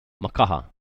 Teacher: And then no kahako here. So it's going to be three short sounds put together.